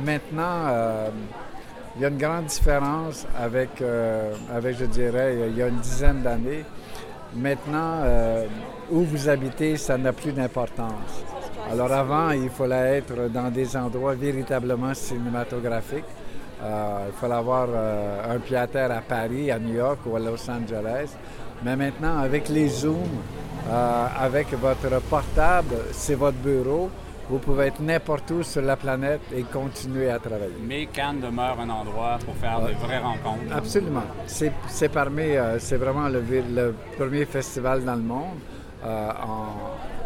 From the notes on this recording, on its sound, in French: Festival de Cannes 2023. Entrevues sur la Croisette.